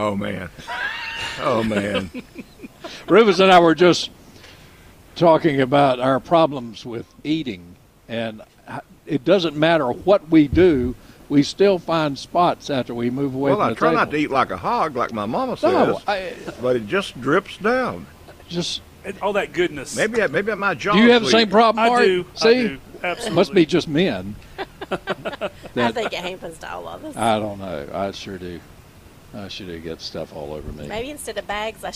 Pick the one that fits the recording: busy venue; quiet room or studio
busy venue